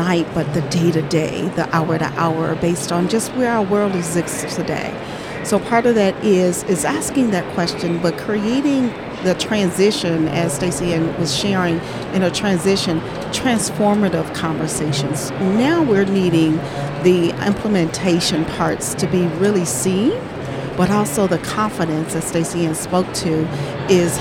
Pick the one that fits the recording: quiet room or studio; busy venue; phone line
busy venue